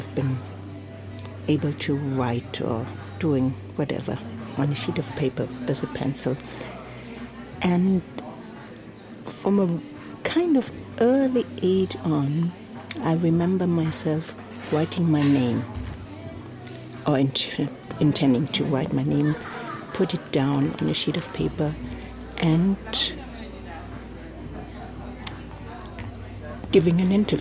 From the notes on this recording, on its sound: Recorded at Spielart Festival, 2019, Munich (DE).